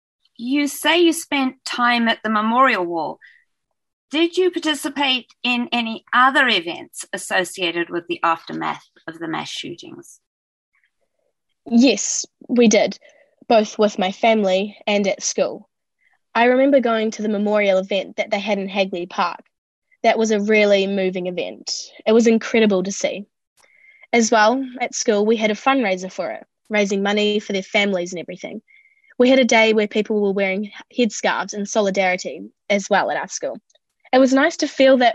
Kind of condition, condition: link, video call